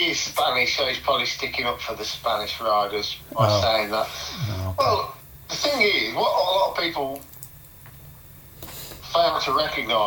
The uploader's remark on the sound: Audio was a bit rough on this one as we recorded our phone conversation.